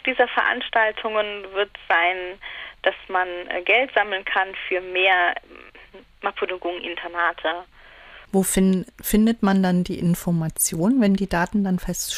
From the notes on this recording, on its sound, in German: am Telefon